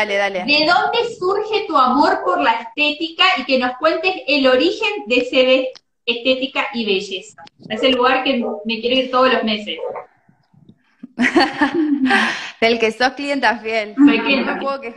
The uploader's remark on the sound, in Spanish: nos acompaña en la sesión de Instagram Live